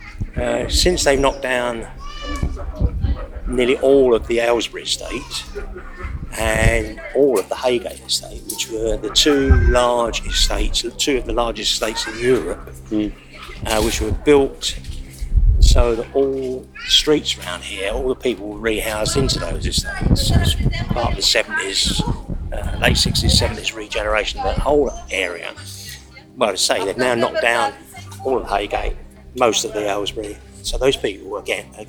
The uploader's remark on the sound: Members of Neighbourhood Theatre Company have curated this audio exploration of the market interviewing locals over the course of a weekend.